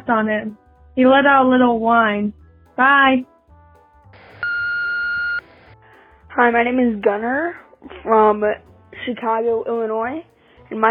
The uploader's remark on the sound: I have compiled jokes recorded by our listeners through my voicemail service over the past 2 weeks.